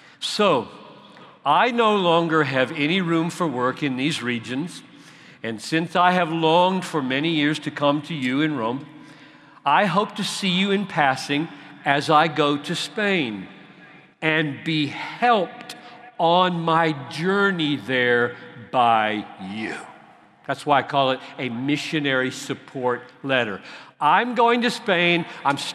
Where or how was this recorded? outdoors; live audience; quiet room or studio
live audience